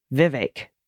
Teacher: And there's an equal emphasis on both syllables.